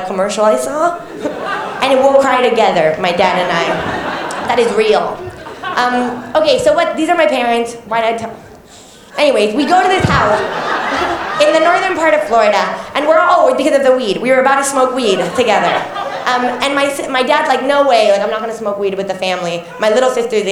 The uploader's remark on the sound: This episode was recorded live from Max Watt's at the Melbourne International Comedy Festival show.